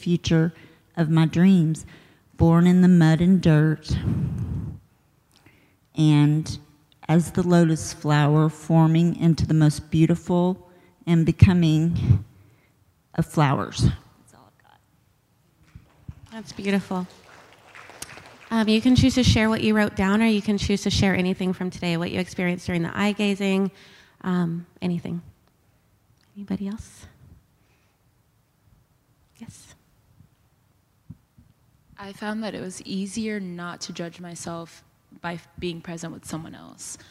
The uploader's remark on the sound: During our LIVE event in Austin, TX